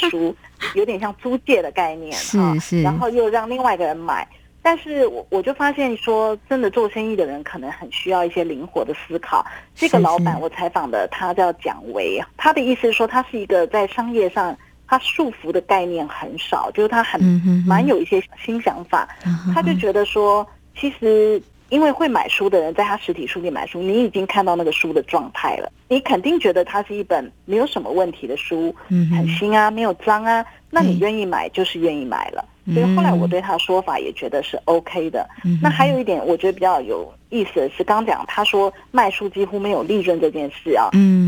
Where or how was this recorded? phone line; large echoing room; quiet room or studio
phone line